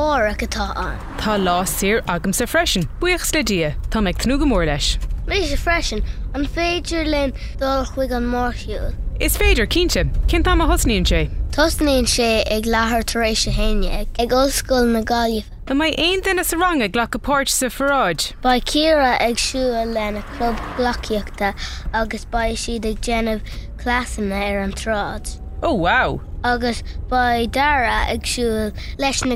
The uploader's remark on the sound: Clár sa Charr is a short conversation of a parent and child that takes place in the car on the way to school.